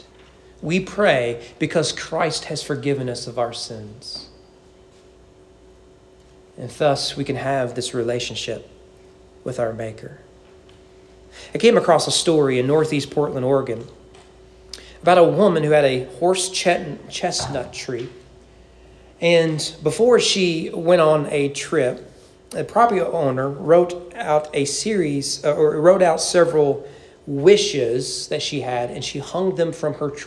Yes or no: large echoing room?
yes